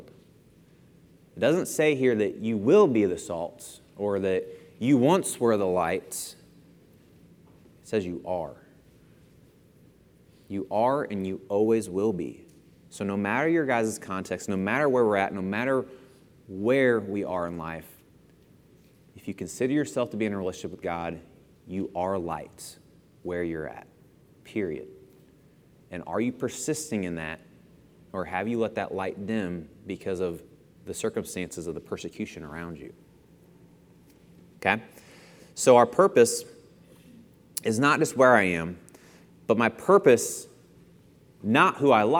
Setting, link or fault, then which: setting, large echoing room